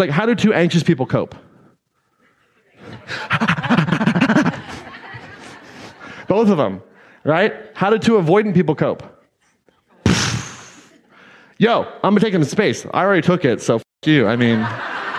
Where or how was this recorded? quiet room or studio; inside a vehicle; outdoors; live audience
live audience